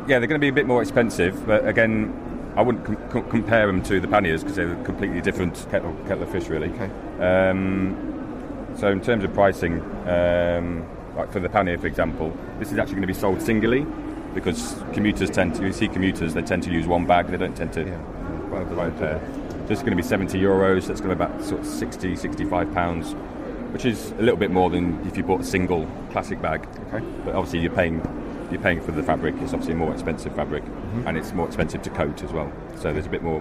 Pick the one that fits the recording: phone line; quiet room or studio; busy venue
busy venue